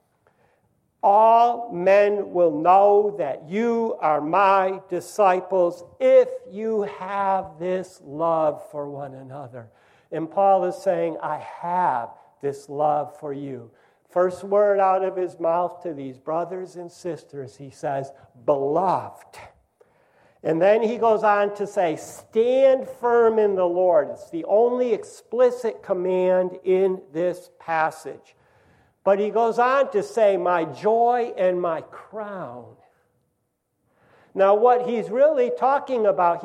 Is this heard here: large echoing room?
yes